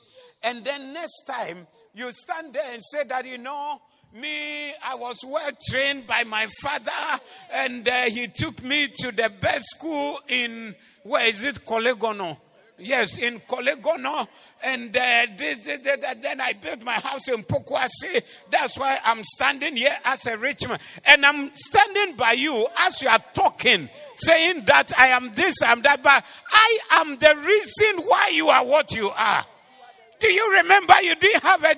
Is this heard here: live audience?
yes